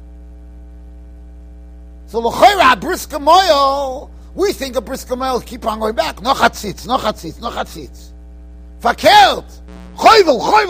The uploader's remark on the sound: Shiur recorded in Yeshivas Ohr Reuven, Monsey, NY.